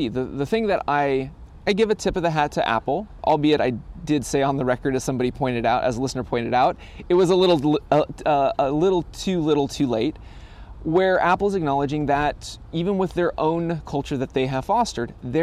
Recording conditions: outdoors